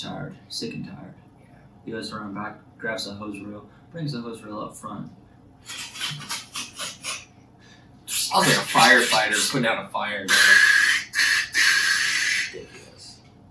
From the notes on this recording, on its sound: sorry about the audio working with iPhone audio